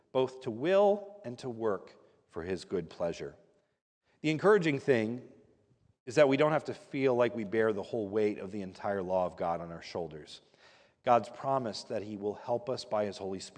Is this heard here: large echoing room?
yes